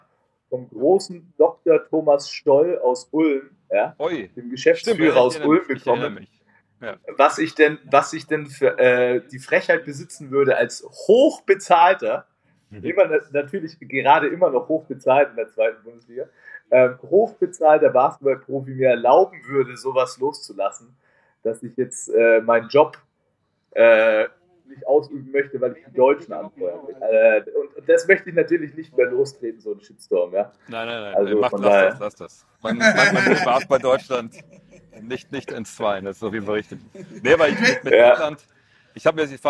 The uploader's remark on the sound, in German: Live vor Ort in Manila